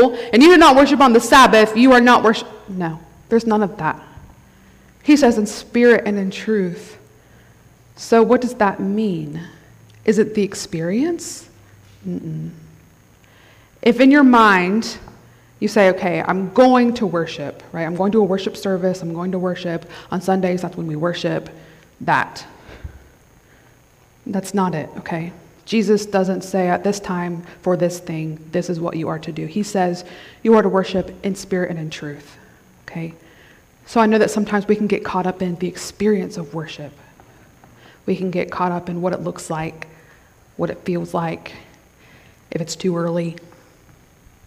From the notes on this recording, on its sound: Thank you for joining us for this special message from our Women’s Conference!